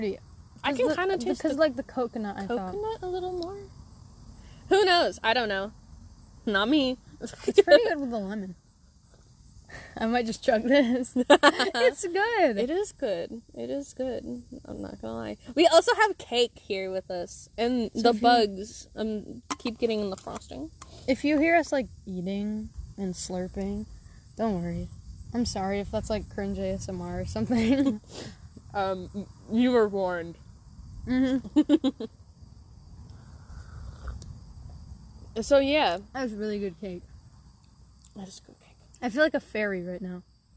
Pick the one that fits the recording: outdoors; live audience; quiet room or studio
outdoors